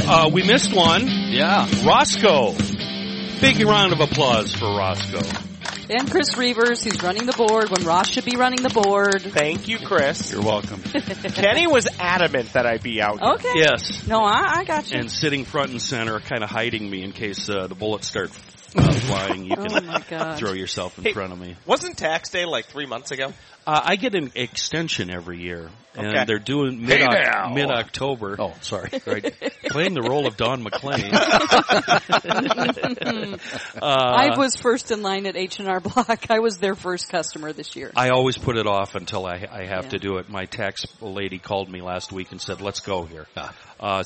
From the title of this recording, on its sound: Today we play a great game at the State Fair